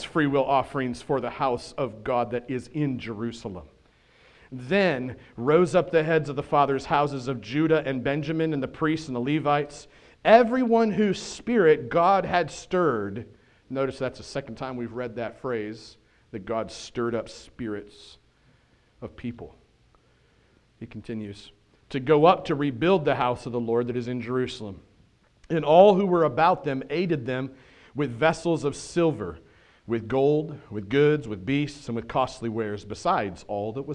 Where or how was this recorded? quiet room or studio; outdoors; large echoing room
large echoing room